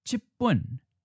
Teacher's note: 七 changes, but 本, the measure word, keeps its original tone.